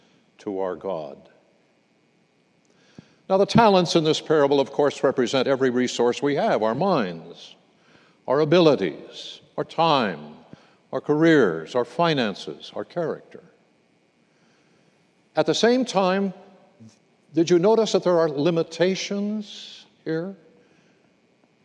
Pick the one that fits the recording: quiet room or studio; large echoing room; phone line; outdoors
large echoing room